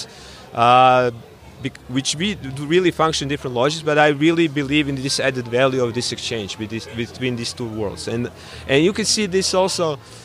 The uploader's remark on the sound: A controversial and collegial late-night open-air wine-panel in the context of the INURA (International Network for Urban Research and Action) conference in Zagreb in July 2019. A controversial and collegial late-night open-air wine-panel in the context of the INURA (International Network for Urban Research and Action) conference in Zagreb.